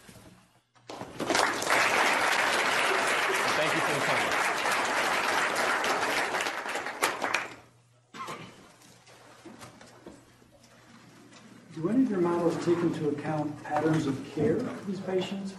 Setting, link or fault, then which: setting, live audience